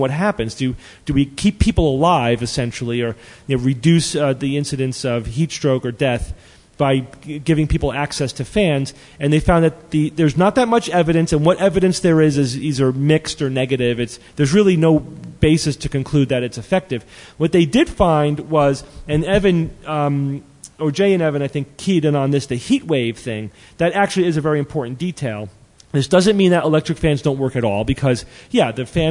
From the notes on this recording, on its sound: Live from TAM 2012